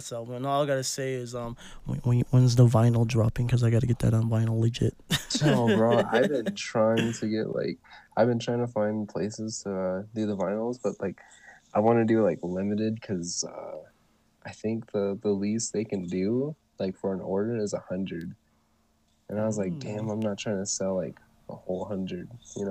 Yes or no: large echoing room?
no